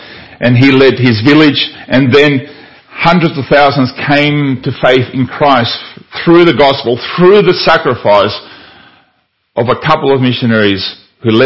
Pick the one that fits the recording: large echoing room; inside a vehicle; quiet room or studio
large echoing room